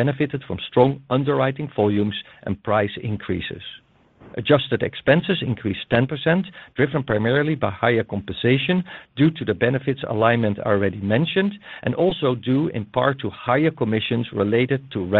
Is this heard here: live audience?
no